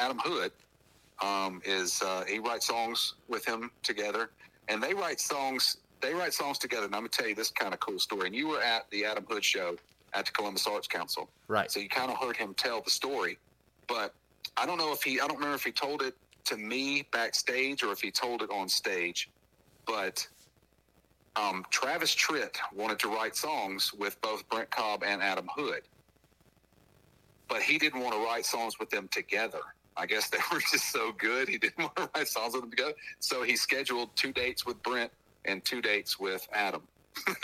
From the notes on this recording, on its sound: Burnt the phones lines for a quarantined version of Untapped & Vinyl. The quarantined version of having a beer with your music buddy over the phone.